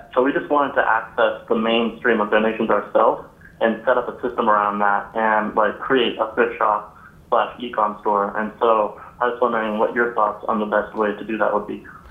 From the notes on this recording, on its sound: On this version of the call-in show we get into it.